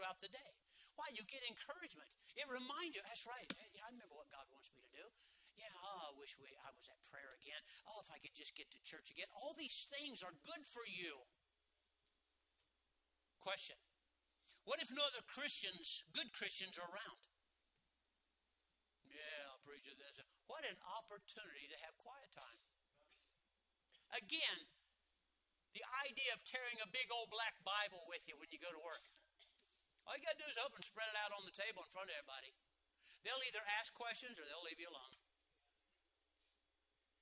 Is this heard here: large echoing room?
yes